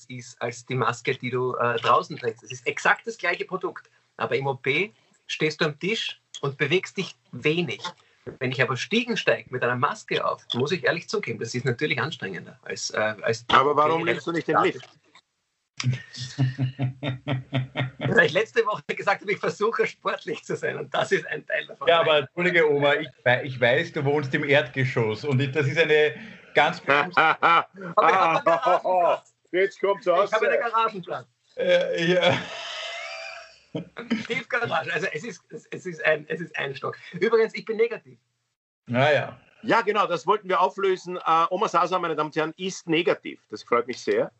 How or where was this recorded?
video call